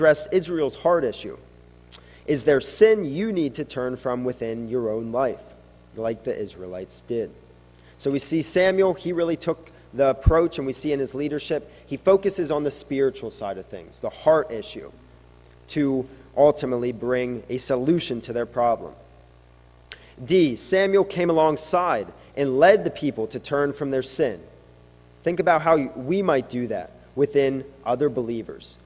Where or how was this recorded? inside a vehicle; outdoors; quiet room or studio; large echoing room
large echoing room